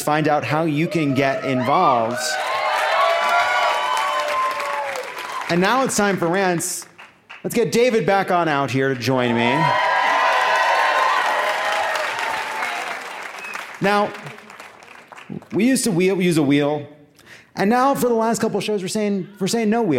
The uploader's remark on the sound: Live from Boulder!